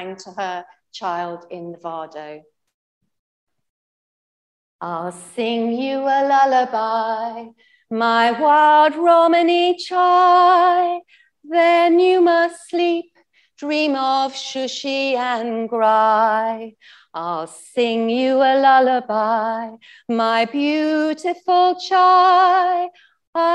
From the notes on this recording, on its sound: The main recording failed for this event so we have used the audio from Zoom instead - apologies for the lower audio quality